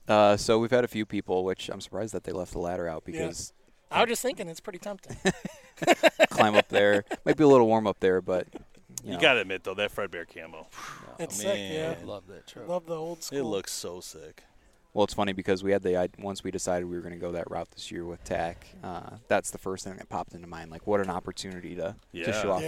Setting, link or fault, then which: setting, busy venue